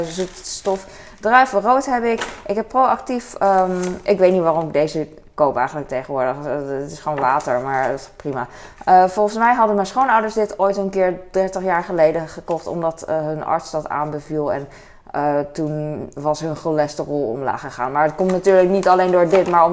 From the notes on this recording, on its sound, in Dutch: Boodschappen JUMBO. Fijne achtergrondgeluiden.